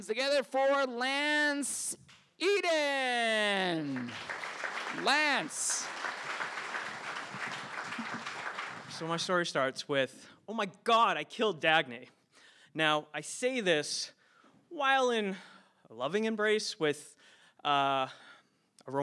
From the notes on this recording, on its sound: recorded live at the Provincetown Theater on October 9, 2019.